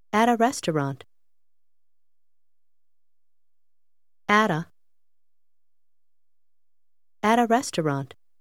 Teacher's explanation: Achten Sie darauf, wie die Einzelwörter at, a sich miteinander verbinden.